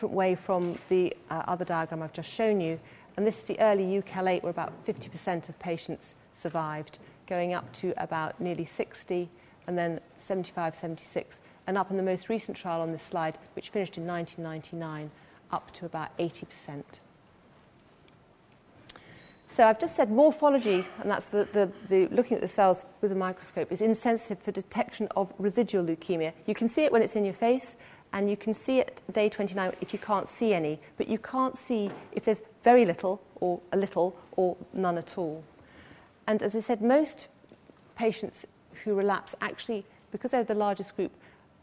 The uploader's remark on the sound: This lecture is part of the Medical Detectives, a series of public lectures. Recorded on 26 September 2013 in the Anatomy Lecture Theatre at the University of Edinburgh.